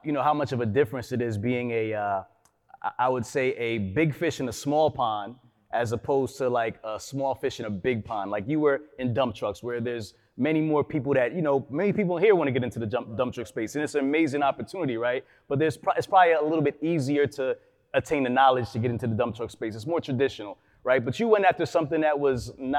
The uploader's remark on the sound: Audio/Video Captured at the Event by Encore. Live on location in Houston, TX at second annual Truck N' Hustle FreightFest.